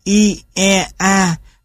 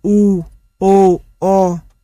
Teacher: phân biệt các nguyên âm không tròn môi như i, e, a với các nguyên âm tròn môi như u, o, o